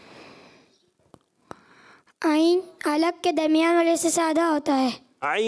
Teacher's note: عین حلق کے درمیان والے سے ادا ہوتا ہے